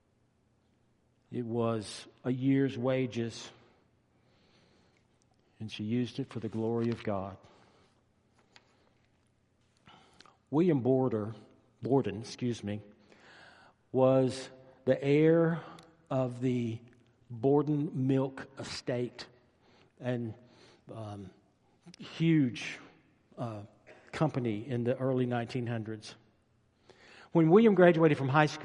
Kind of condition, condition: setting, large echoing room